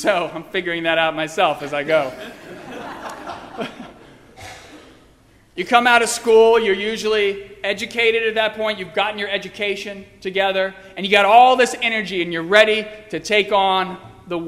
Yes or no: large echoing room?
yes